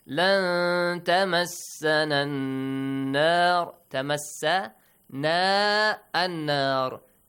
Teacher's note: لن تمسنا النار ساكن plus تا إخفى hide the sound of نون produce a nasal sound